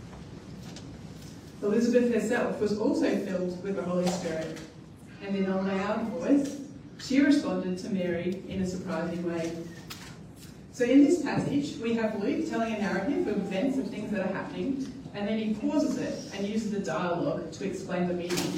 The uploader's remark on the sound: At New Community. We apologise for the quality of the audio on this occasion.